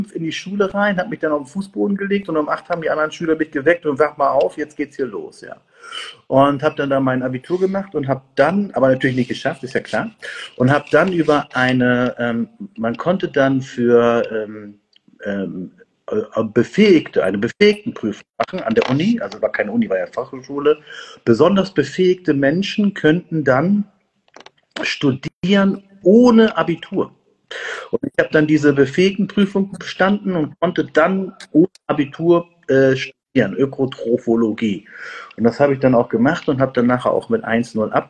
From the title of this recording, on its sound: Instagram Live Talk